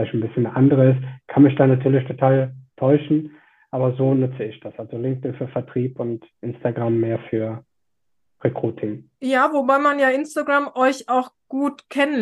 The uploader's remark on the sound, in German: Wir entschuldigen uns für die Sound-Qualität, denn wir haben Zoom benutzt.